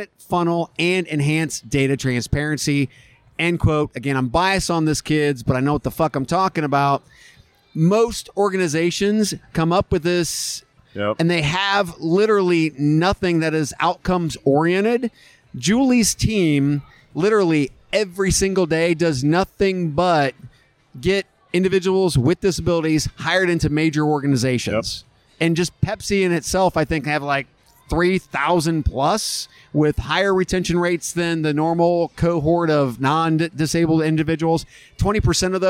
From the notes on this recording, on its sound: Beer and Podcasting in Las Vegas. Live episode from a Vegas dive bar.